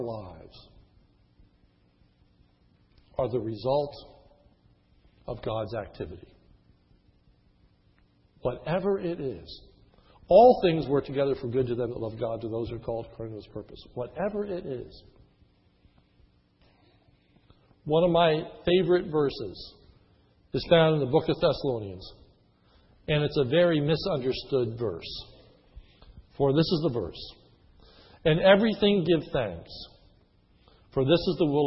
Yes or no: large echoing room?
yes